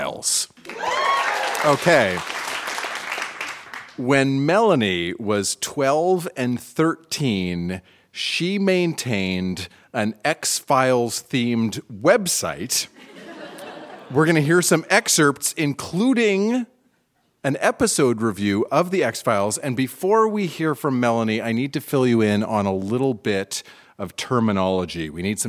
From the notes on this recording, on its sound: Recorded live at The Gladstone Theatre in Ottawa.